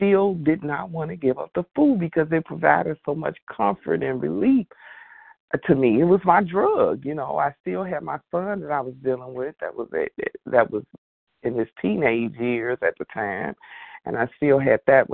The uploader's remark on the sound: qualification from the 100 Pounders Phone Meeting